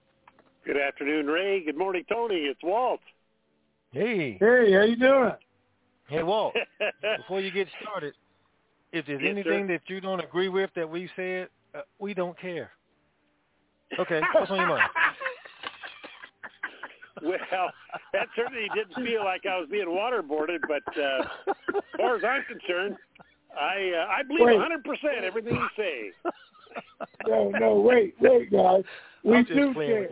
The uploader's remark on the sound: TNTSuperfantastic Conference Call.